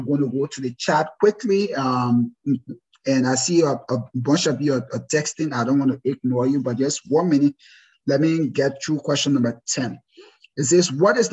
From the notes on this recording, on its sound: This is a recording of our first live webinar.